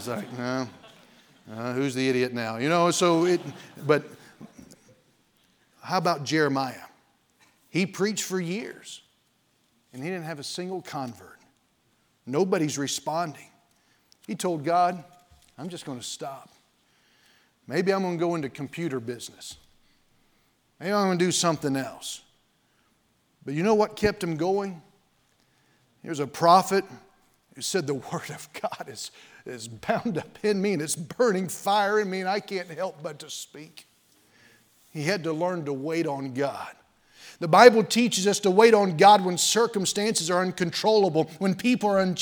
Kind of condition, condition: setting, large echoing room